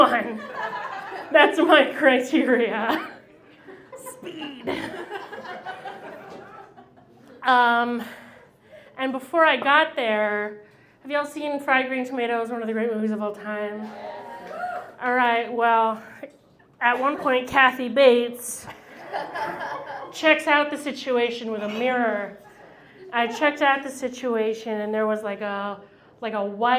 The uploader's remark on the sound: Goes south is a live storytelling event out of Charlotte, NC. This podcast combines audio recordings from these live events. Goes south live events take place on the 3rd Tuesday of the month at Petra's in Historic Plaza-Midwood, Charlotte, NC.